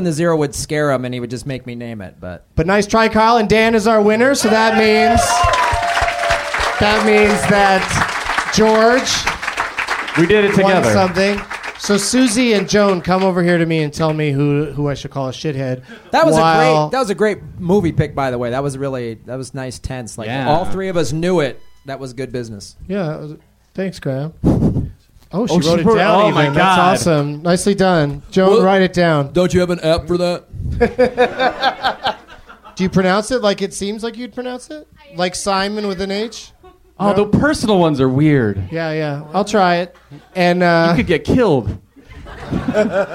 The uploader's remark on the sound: Recorded Monday, October 4, 2010 in front of a live audience at Zanies Comedy Club. In front of a live audience at Zanies Comedy Club with the help of The Onion's AV Club.